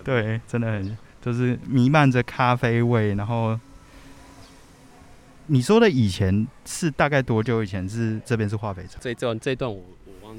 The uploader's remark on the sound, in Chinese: 本集分兩個片段，包含室內錄音與室外走訪，故音質有所差異，敬請見諒。